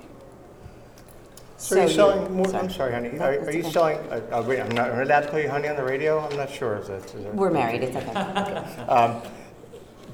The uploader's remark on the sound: Live to Tape from the 2018 Global Pet Expo in Orlando, Florida March 22, 2018